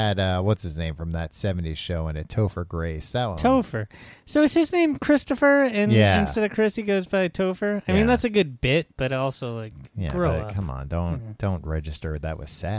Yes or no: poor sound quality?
no